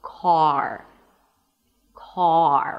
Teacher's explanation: When the R appears after the vowel, you want to round your lips a bit more. · IPA: kɑːr